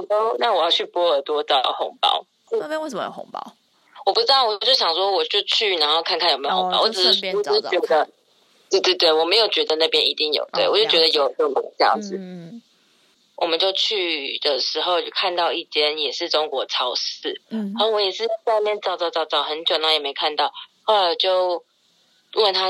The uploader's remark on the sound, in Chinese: 第一次嘗試電話錄音，希望音質不會太糟